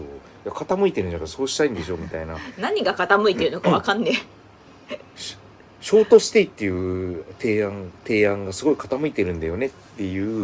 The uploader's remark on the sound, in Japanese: 機材・設定： iPhone13「ステレオマイク」アプリ／iPhone マイク-前面（Cardioid）／ファイル形式 PCM44.1kHz 32bit Float。結果： マイク-前面（Cardioid）の設定が声拾いやすくてよさそう。